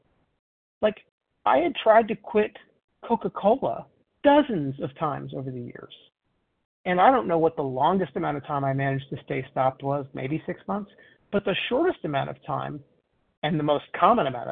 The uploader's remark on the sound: 100 Pounders Phone Meeting, 4/14/23